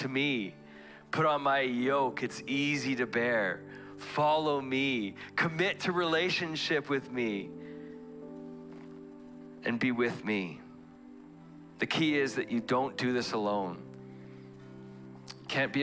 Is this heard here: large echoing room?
yes